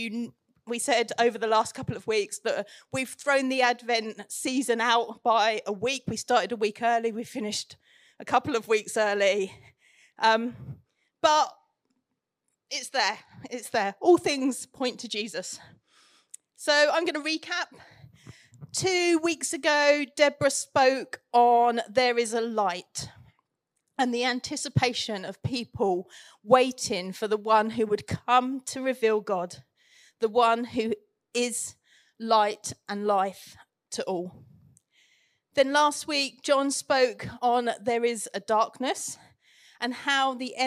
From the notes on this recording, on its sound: Recorded Live at Central Vineyard, Northampton.